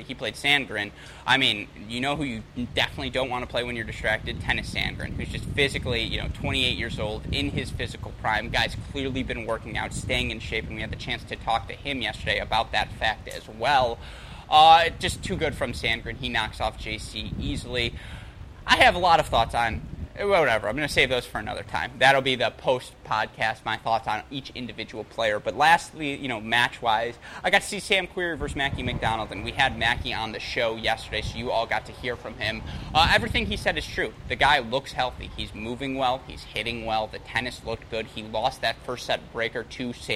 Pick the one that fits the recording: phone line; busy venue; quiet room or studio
busy venue